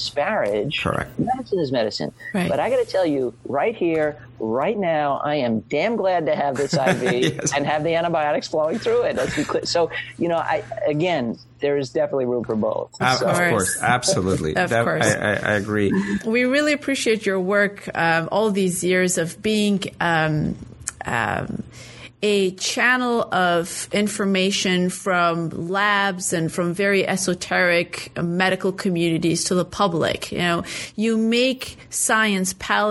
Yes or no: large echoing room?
no